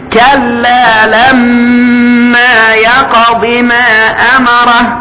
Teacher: لما هذه ميم مشددة يبقى حكمها أنها تنطق بغنة